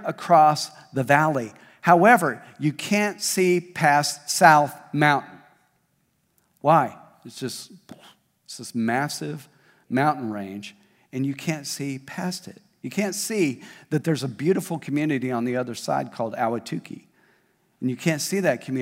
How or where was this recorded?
large echoing room